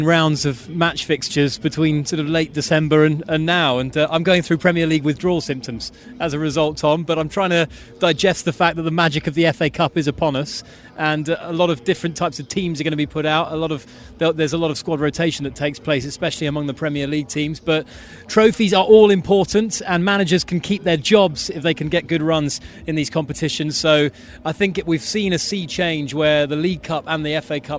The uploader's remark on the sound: From the rooftop garden of Barasti